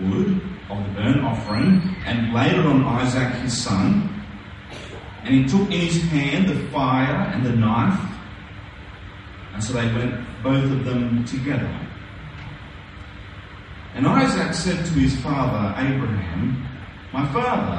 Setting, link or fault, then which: fault, poor sound quality